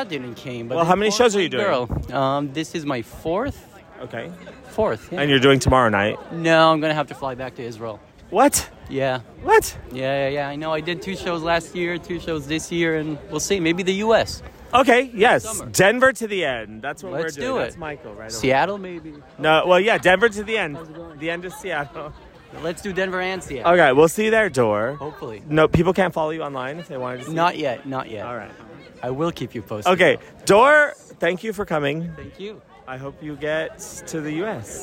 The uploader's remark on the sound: AMSTERDAM 1 POSTSHOW. Bringing you lovely tour people from far and wide outside the Royal Carre.